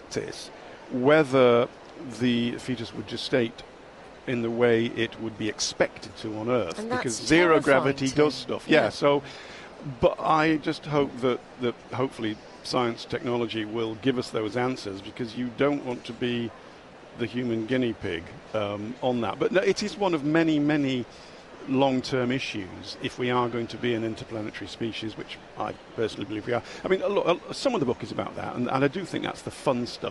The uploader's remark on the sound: live at Destinations: The Holiday and Travel Show